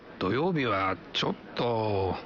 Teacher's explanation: растягивая окончание и ослабляя ударение, так что получается «чё-то»